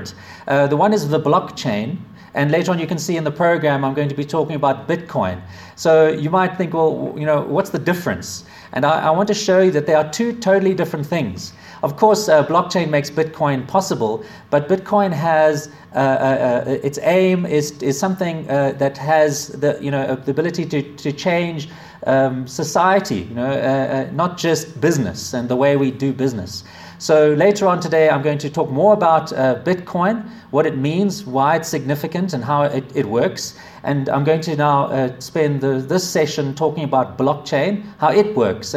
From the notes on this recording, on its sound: A talk delivered to the Association of Corporate Treasurers of South Africa in Johannesburg, South Africa, February 2017